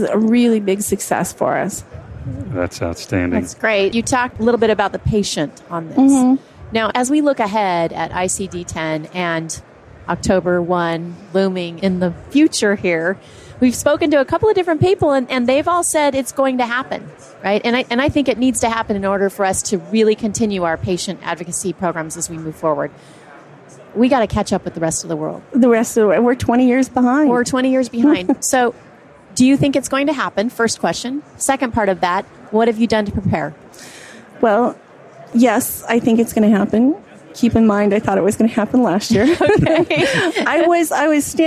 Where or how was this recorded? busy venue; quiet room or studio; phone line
busy venue